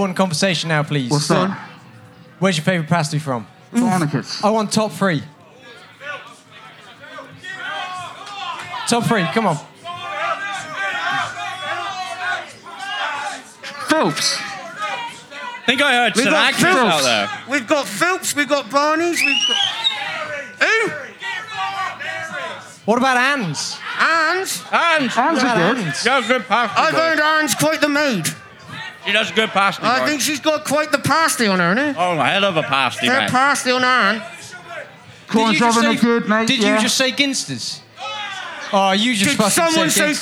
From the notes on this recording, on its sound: Recorded LIVE at Boardmasters on the Cornish Market Stage. We’re joined by some PARDS from the crowd.